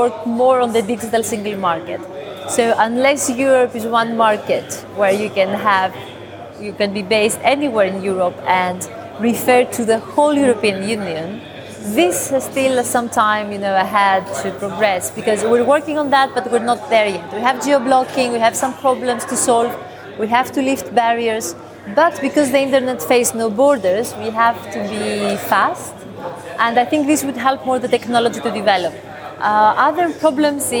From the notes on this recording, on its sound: interviews recorded at Blockchain Live in London